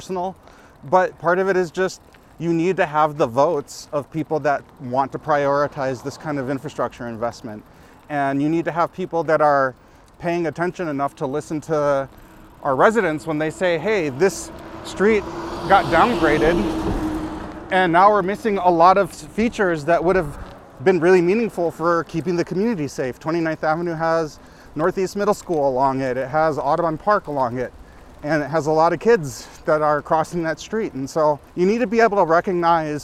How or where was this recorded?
outdoors